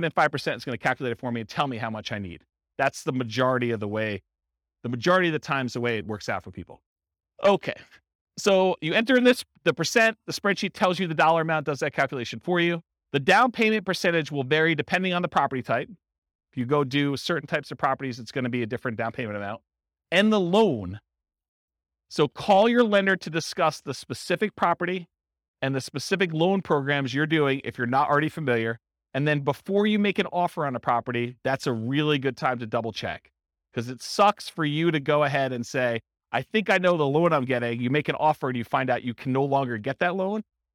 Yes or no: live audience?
yes